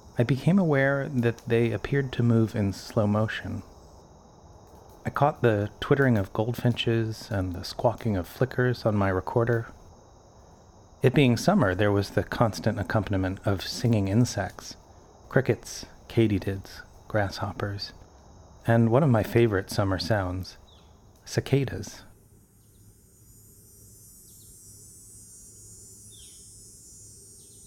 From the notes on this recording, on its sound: I visit a camper van nestled in the woods